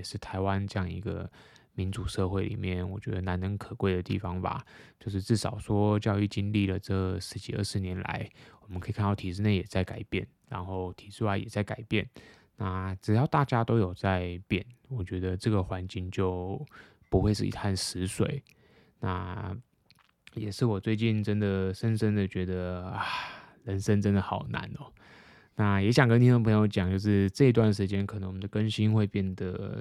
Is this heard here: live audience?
no